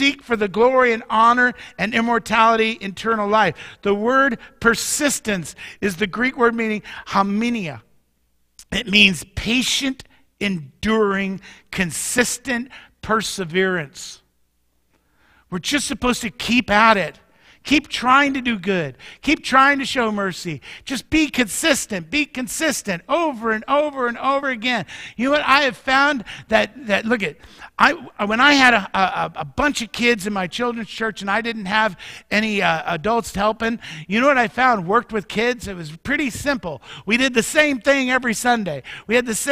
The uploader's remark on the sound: Mt. Zion Church Live!